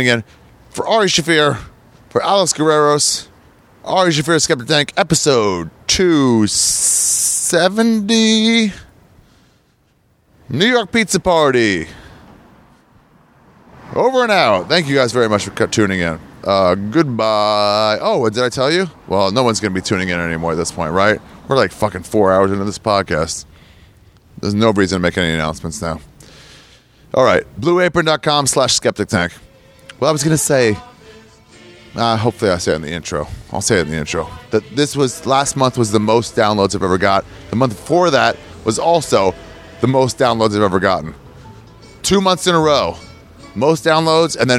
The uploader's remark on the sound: It's an on location style podcast through the streets of Manhattan and Brooklyn.